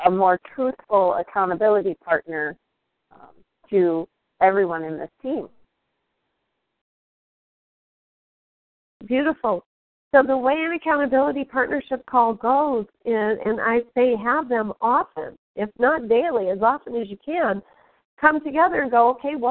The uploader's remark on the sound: Team SAP Conference Call